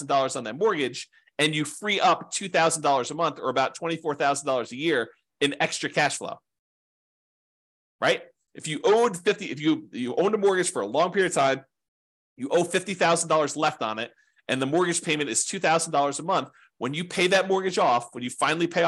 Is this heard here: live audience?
no